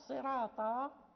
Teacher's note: ولكن الطاء التي بعد الراء هي التي منعت ترقيق الراء